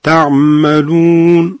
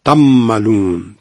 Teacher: این اشکال نداره، اما افراطش غلطه. تملون، طوری که اصلا عین شنیده نشه و میم حالت تشدیدی به خودش بگیره، این دیگه غلطه · Shown in: second take